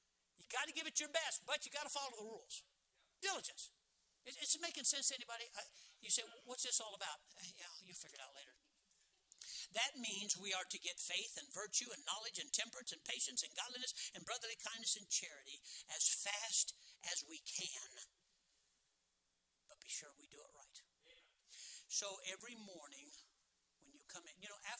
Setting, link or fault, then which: setting, large echoing room